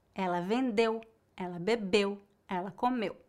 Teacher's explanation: Note que a sílaba tônica é a última e a pronúncia mais forte é na letra E.